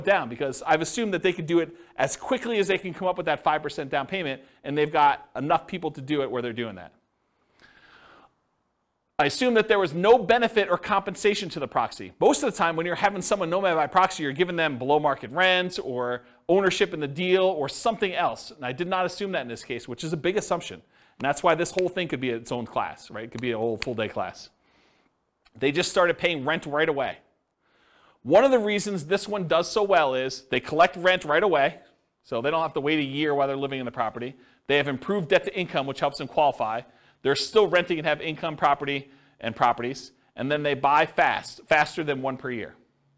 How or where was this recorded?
live audience